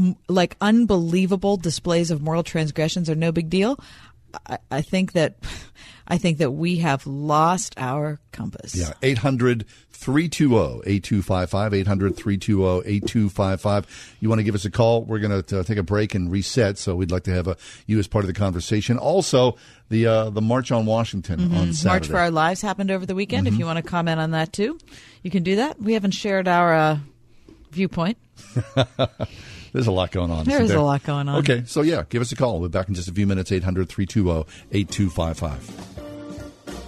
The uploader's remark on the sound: Taking Phone calls